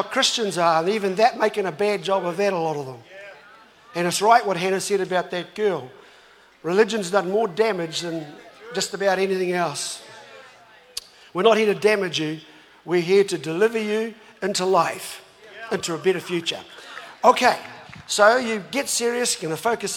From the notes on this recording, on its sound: was recorded live From Destiny Auckland